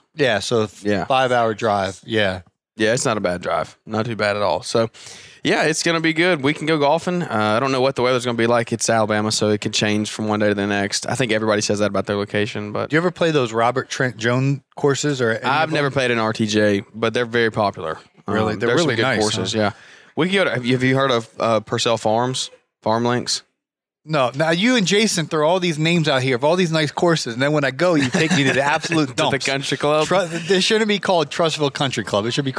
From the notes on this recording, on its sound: at the Lawntrepreneur Academy Live event in Michigan